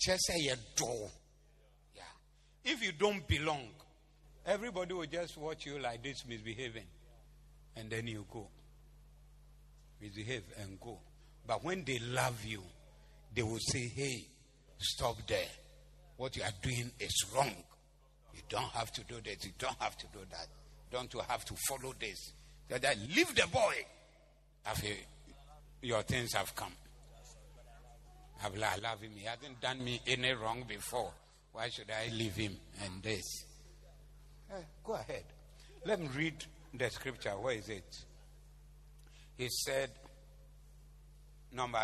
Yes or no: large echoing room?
yes